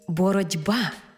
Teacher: глухий «т» уподібнився під впливом дзвінкого «б» до «д». Тому й дуже хочеться написати літеру «д» – «боротьба». · Term: уподібнення